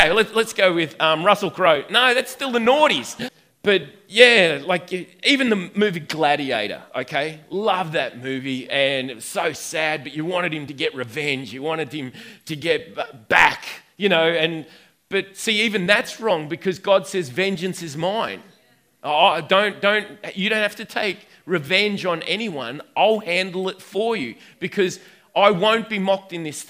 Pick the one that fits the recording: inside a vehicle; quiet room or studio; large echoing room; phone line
large echoing room